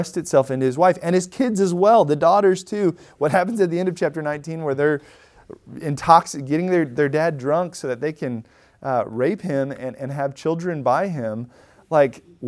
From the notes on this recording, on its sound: Recorded at Emmaus Church in Buford, GA.